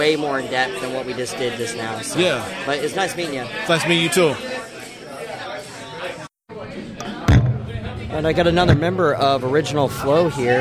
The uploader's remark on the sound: Live at Grand Royale. It was an enjoyable experience to chat with these talented individuals while we conversed outside, accompanied by the energetic performances of various bands inside. I would like to extend my gratitude to the Grand Royale for graciously allowing me to set up and record an episode at their establishment.